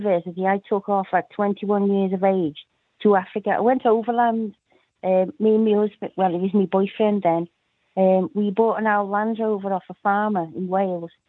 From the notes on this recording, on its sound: The Global Phone-In. Took calls from listeners who shared their own experiences and tips on all things prepping.